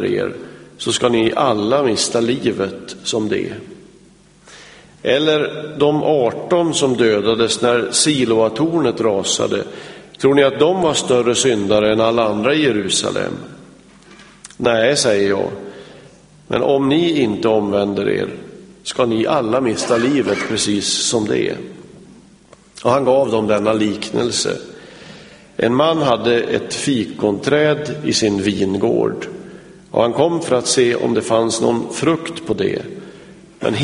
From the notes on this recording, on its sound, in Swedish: Inspelad i Smyrnakyrkan, G&#246;teborg 2006-01-01.